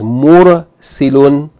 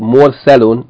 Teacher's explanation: The ism maf'ul is just changing the next to the last vowel from kasra to fatha.